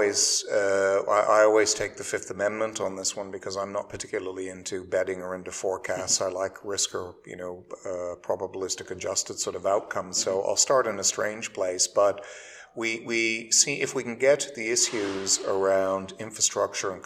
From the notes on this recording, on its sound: World Government Summit Special. Recording from a beautiful room that overlooks the beautiful Jumeirah Beach and the Madinah Jumeirah in all its glory. Sorry about the echoes in this episode.